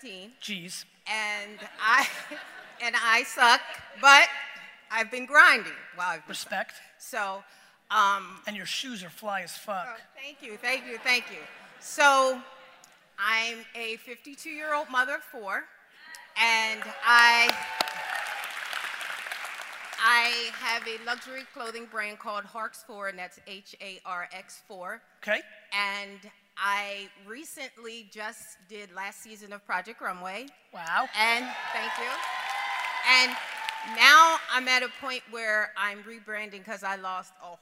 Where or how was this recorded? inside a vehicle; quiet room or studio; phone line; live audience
live audience